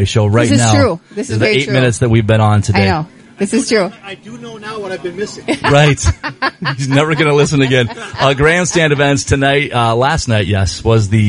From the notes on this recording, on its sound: Live Show From The Crow Wing County Fair.